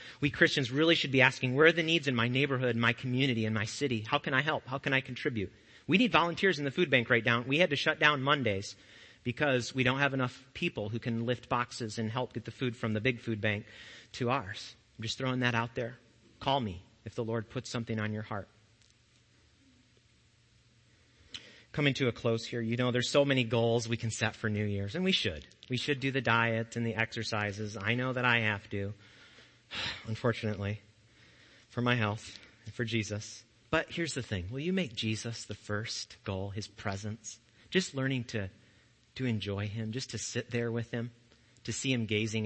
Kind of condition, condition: setting, large echoing room